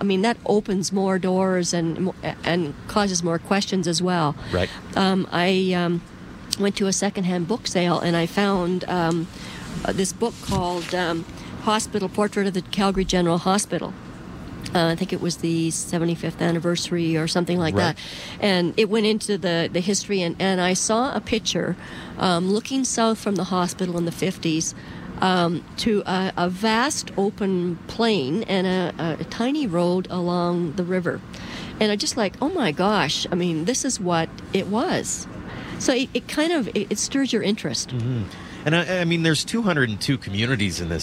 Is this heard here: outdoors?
yes